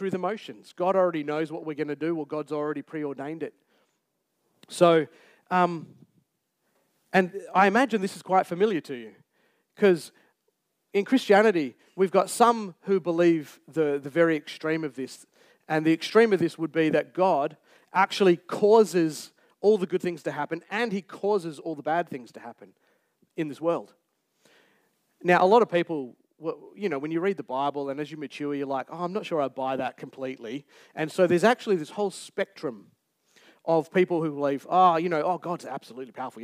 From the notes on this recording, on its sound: Recorded Live on 27th August 2023. Geraldton Baptist Church.